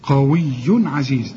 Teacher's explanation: القاف برضو تاني درجة من درجات التفخيم